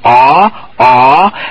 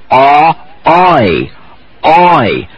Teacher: Now don't push the middle of your lips. Just open the sides into aw, aw, and then glide the rear tongue up and forward into E.